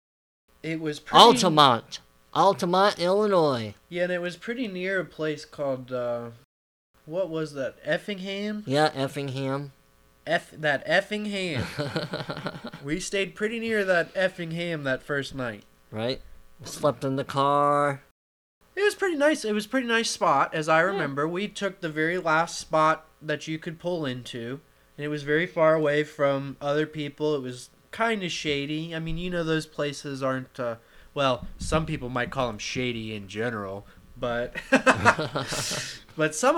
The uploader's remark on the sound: We apologize for the buzzing you may hear in the audio. This was our first recording together since last year, and we had not yet found the best place to set up for the recording.